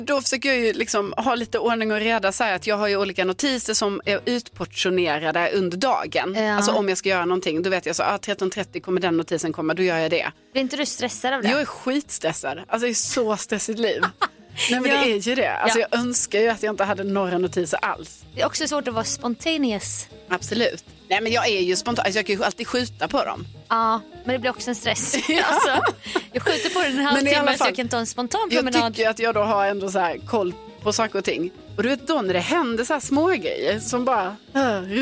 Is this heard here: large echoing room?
no